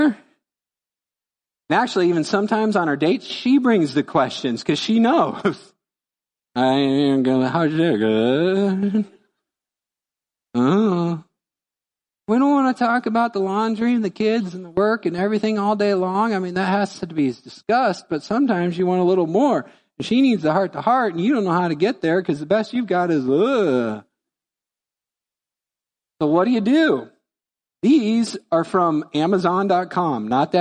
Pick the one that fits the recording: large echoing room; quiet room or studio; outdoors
large echoing room